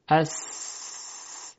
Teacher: میبینیم که هیچ ارتعاشی در تارهای صوتی وجود نداره. صرفاً هوا از میان تارهای صوتی عبور میکنه، این تارها این هوا رو کنترل میکنن. · Term: همس